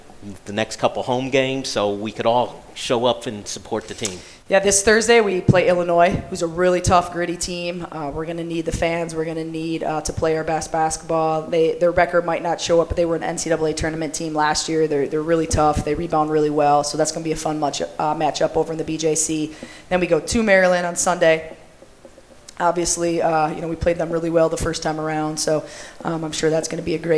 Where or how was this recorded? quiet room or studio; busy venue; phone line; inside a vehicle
busy venue